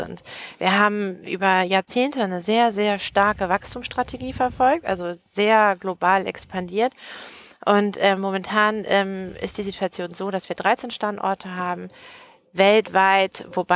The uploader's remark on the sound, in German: Unser erster Podcast, der im Auto aufgenommen wurde - live vom Hamburger Flughafen.